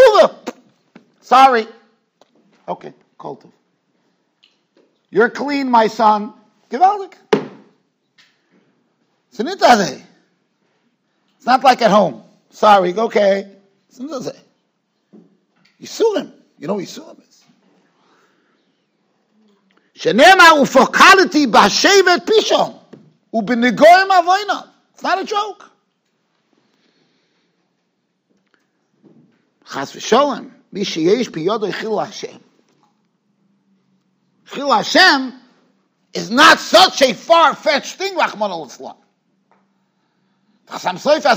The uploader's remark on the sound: Shiur recorded in Yeshivas Ohr Reuven, Monsey, NY.